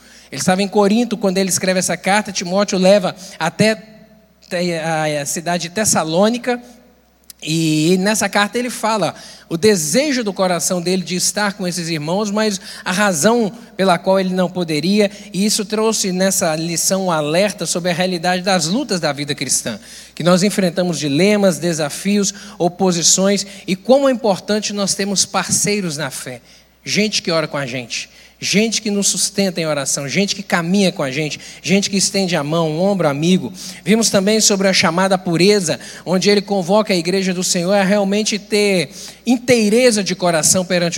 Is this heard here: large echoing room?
yes